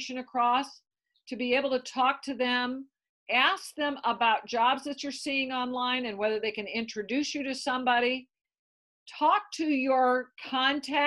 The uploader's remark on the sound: We had the pleasure of zooming in with Founder and President of TeamWork Online